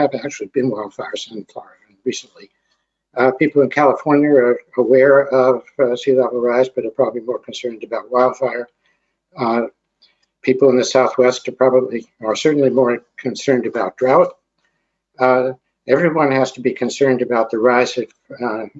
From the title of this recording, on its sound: Webinar